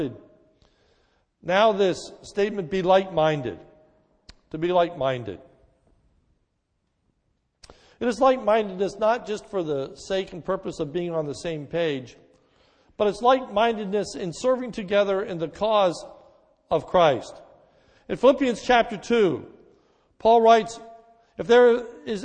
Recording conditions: large echoing room